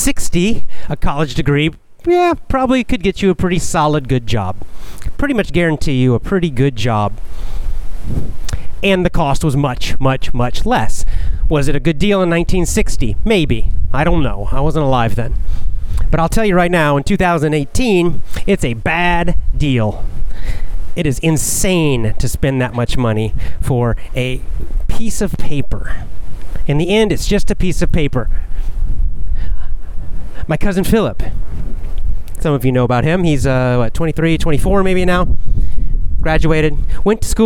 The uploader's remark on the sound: Casual chat while walking.